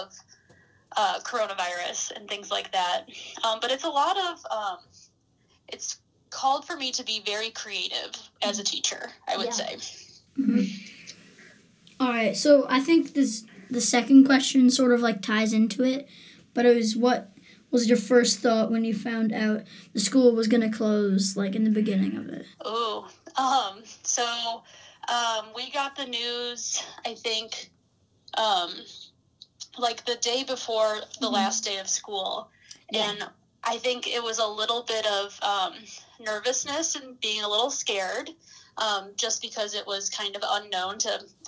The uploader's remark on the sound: talk to their 4th grade teacher over the phone